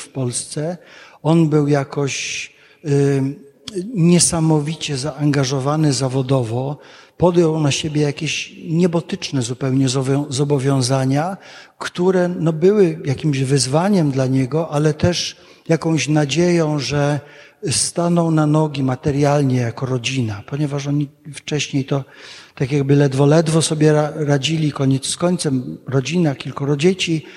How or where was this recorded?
large echoing room